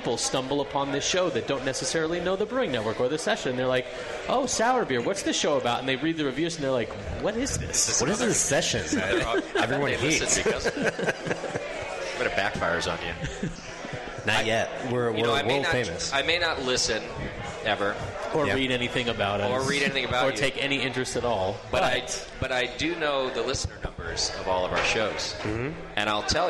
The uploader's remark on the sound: continues its live broadcast from Fort Collins